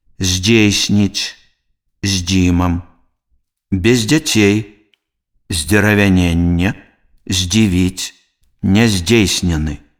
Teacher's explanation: Звонкі зычныя з перад мяккімі зычнымі дз, л, з, б, в, м, н вымаўляецца мякка.